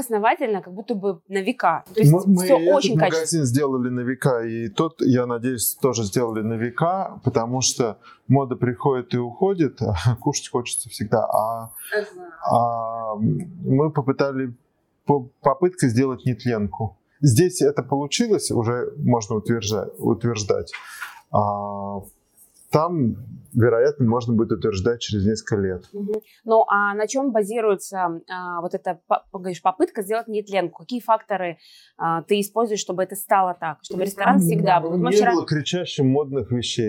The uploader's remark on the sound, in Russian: Звук шалит